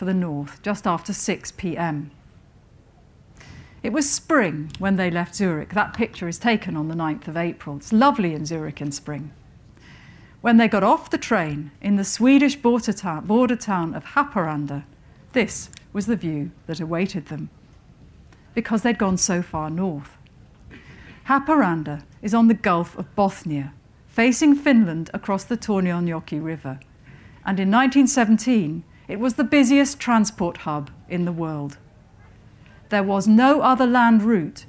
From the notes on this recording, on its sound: Recorded at Chalke Valley History Festival 2017.